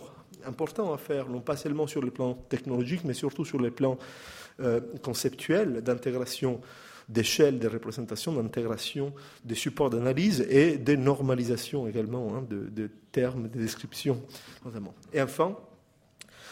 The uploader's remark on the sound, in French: Intervention enregistrée le 6 mai 2015 dans le cadre du colloque « Les politiques de recherche sur les patrimoines en France aujourd'hui ».